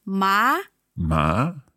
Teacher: Second tone is going up.